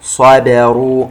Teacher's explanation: نفخم الصاد، ننتبه إلى ترقيق الباء مباشرة بعد هذا الحرف، لا نفخم الباء المرققة لاتصالها بالحرف المفخم، ننتبه، وما يلقاها